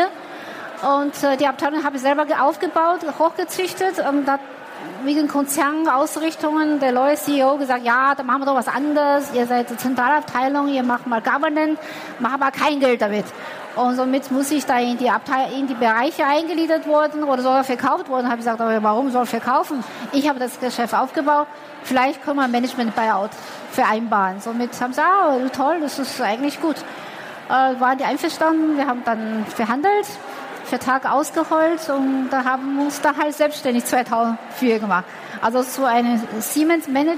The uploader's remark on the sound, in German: Der Vortrag wurde im Rahmen der Messe herCAREER-Expo. Im Live-Interview.